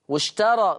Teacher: ورش بيقلل الألفات المتطرفة بعد الراء · Term: التقليل